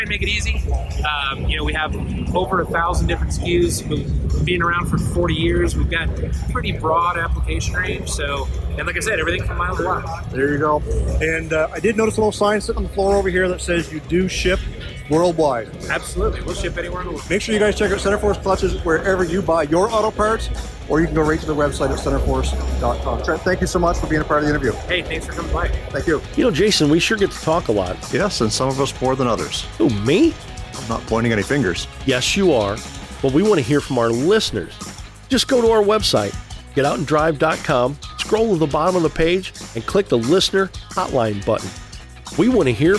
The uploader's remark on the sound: LIVE From The SEMA Floor. A HUGE THANKS to Racing Junk for hosting the Get Out N Drive Podcast in their booth!